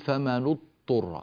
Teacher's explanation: بعض الناس يأتي بهذه الكلمة يعني يعمل فيها العجائب، فالعجيبة الأولى أنه يدغم الضاد في الطاء فيقول فما نضطر، فما نضط يأتي بطاء على طول والضاد غير موجود، وبعض الناس يقلب الضاد إلى ظاء فيقول فما نضطر، وهذا أيضا فاحش جدا يعني ولا يصح أبدا.